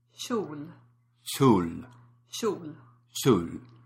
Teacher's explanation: The tongue tip is down. It's the body of the tongue approximating towards the alveolar ridge and the palate together.